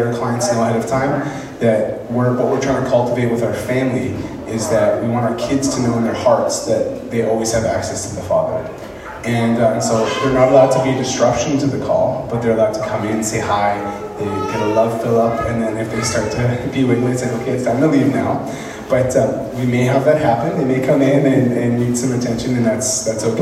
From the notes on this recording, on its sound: speaking in Moose Lake Pentecostal Camp